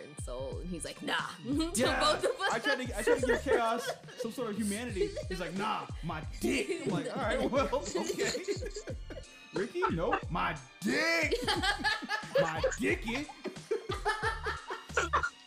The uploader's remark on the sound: This episode has everything technical issues, badd volume, laughs, drinks, and booty.